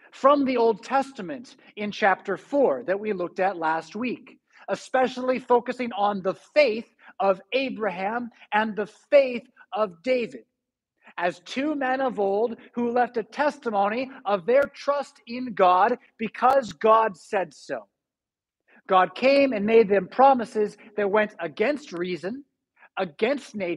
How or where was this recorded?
large echoing room